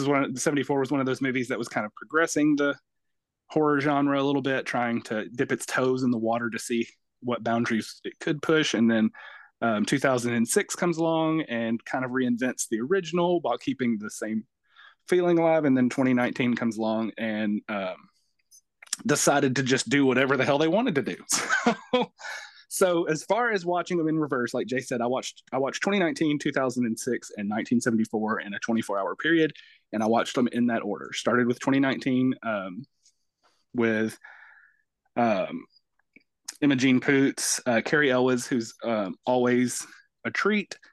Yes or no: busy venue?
no